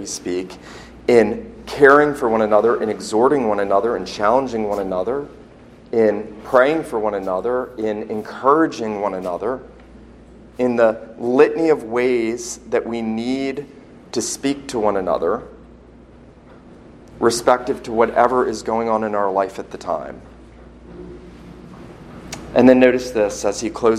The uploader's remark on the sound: This sermon was preached at Christ Church Presbyterian in Charleston, SC on Sunday morning, October 13, 2019.